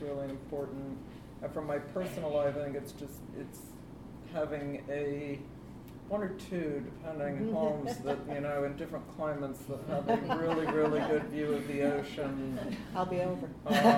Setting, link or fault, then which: setting, live audience